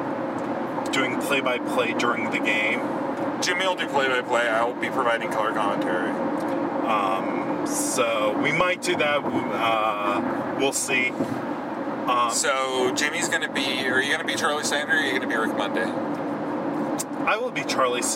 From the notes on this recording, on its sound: We took this podcast on the road. We were up in Santa Barbara for a memorial service of a friend and decided that we’ll record something while driving. You’ll note that with me driving, there were no accidents!!!